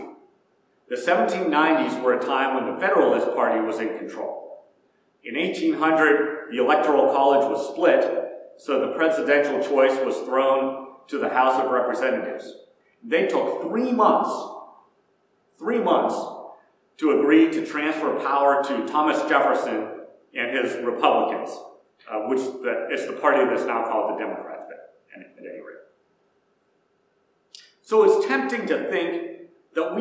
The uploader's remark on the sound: Preached at First Presbyterian Church of Rolla.